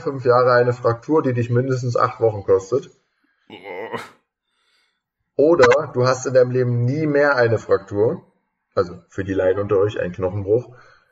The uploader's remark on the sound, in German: Trotz leichter Tonprobleme.